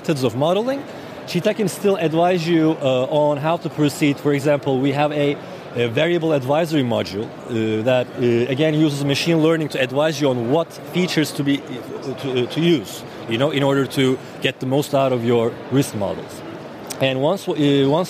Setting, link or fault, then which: setting, busy venue